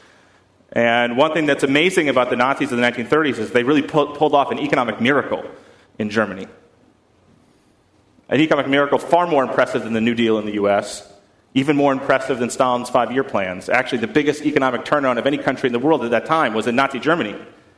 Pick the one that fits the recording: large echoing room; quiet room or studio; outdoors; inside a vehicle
large echoing room